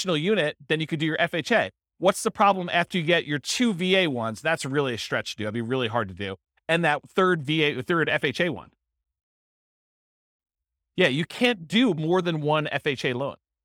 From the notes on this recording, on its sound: This was a live class recorded